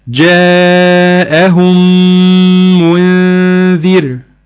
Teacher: ادغام مثلين صغير مع غنة مقدارها حركتين